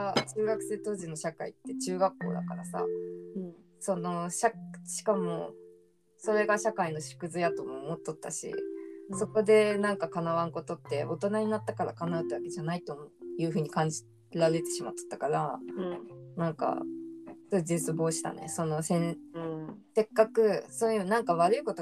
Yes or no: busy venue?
no